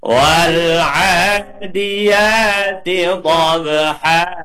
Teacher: Jadi fathah tanwin diganti panjang. Lah panjangnya satu alif. Panjangnya sama, jangan sampai bacanya nanti kepanjangan. · Term: mad iwat